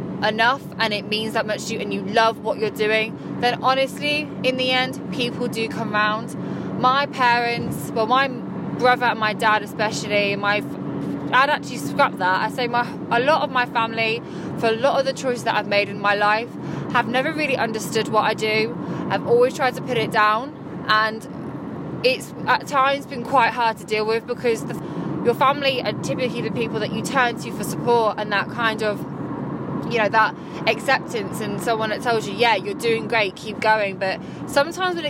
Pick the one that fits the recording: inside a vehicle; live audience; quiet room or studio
inside a vehicle